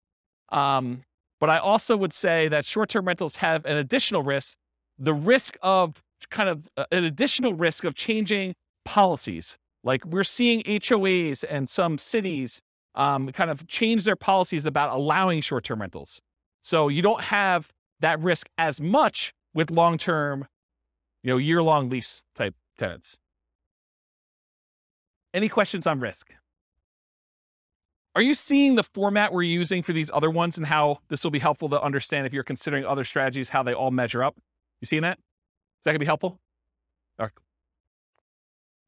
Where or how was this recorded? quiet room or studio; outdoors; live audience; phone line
live audience